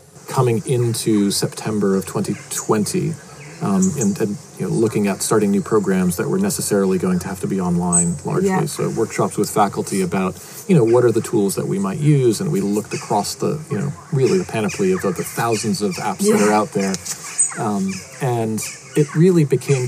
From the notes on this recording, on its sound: Couldn't resist getting back out there to interview in person. Listen out for some ambient birds and insects as we record among the beautiful Dartington Hall estate.